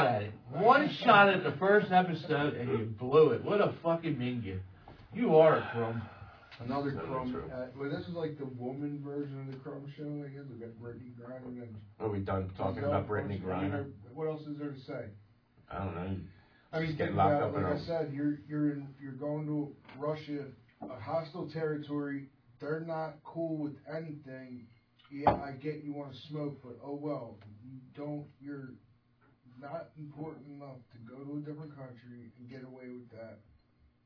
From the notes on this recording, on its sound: The audio is a little low on this one